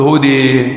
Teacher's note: هناك بعض القبائل تميل الألف مثلا التي في كلمة هدى فتقول هدي · Term: الإمالة